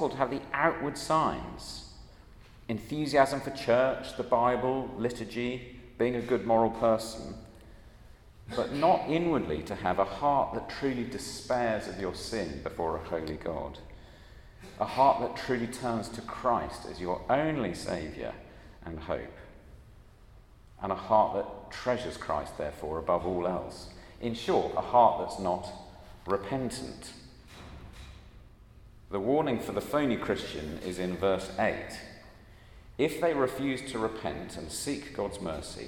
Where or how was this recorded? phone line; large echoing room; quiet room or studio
large echoing room